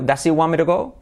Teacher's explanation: La T se convierte en R.